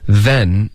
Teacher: Then 你要舌尖碰上齿，导致一个摩擦音